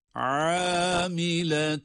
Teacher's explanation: Hem ayn boğazın ortasından hem de met yapılarak, uzatılarak okuyoruz. Amiletun. Gördüğümüz gibi bir elif miktarı uzatıyoruz ayın harfini. · Term: ayn harfi